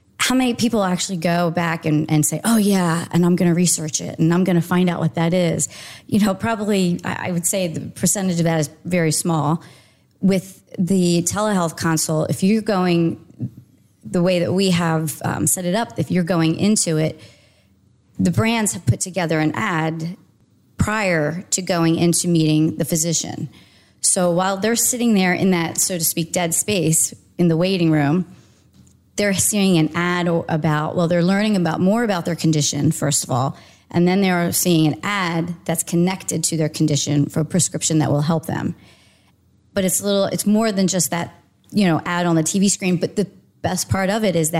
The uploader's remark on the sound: Interviews from the Media Summit sidelines. Soundbites from the sidelines of the MM+M Media Summit.